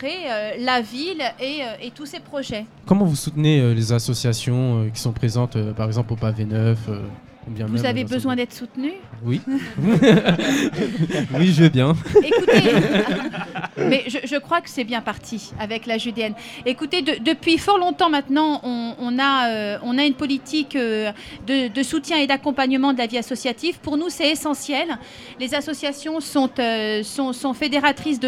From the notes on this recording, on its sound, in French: Une émission spéciale en 2 parties, enregistrée en public, lors de la Fête de quartier du Pavé Neuf à Noisy-le-Grand.